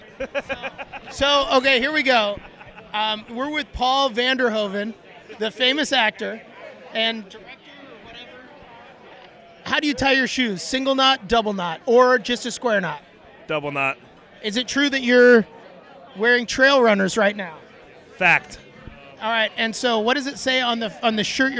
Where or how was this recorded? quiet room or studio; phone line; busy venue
busy venue